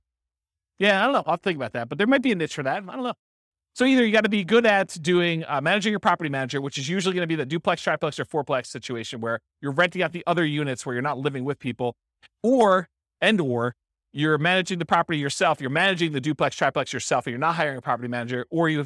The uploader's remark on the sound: This was a live class recorded